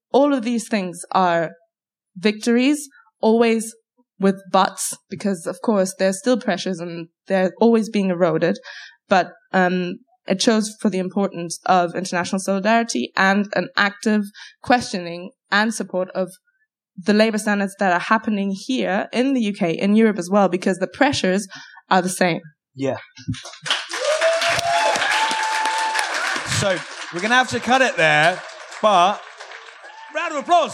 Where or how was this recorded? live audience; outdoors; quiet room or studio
live audience